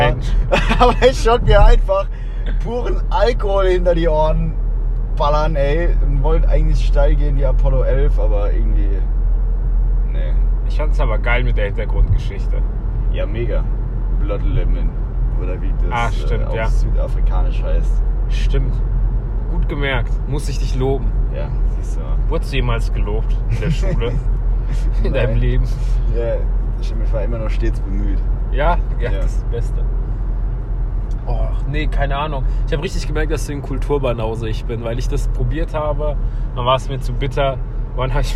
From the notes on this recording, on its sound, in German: mein Handy, schlechte Audioqualität